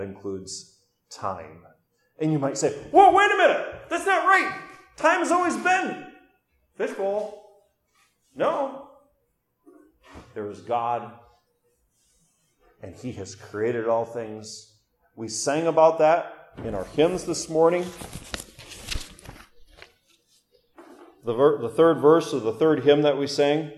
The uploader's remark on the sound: during Orwell Bible Church's morning service, November 6, 2022.